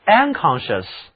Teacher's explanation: unconscious 重音在第二个音节上